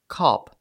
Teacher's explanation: Еще одна особенность американского произношения заключается в переходе гласных «о» и «а» в «а».